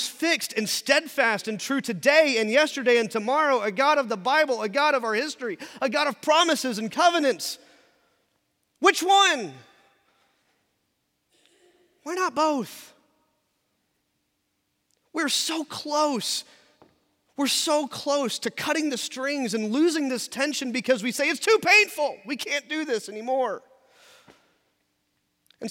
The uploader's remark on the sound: in our Traditional service at 10:50 in the Sanctuary